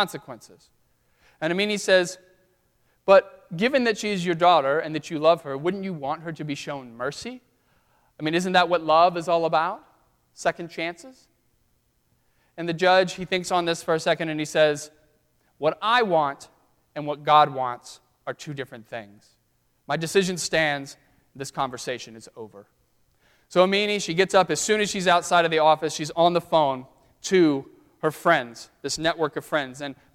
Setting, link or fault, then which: setting, large echoing room